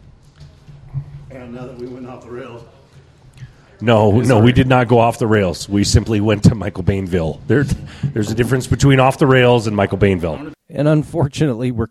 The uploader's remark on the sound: recorded at the Lucid Optics Ballistic Summit in Raton, New Mexico